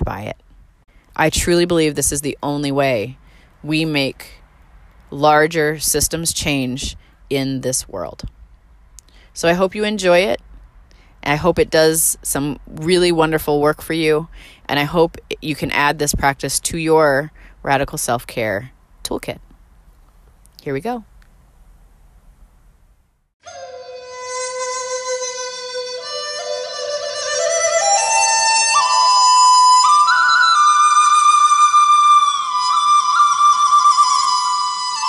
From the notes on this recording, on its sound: When I was in Mexico for my yoga retreat, I made sure to sneak down to the beach and record this guided meditation for you!